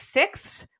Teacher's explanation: which is one syllable, it has a lot of consonants that cluster together. · Term: consonant clusters